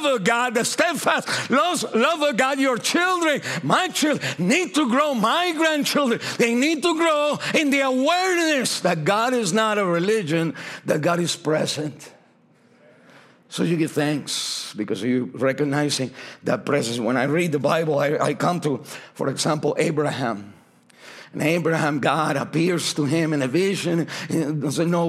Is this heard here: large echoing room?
yes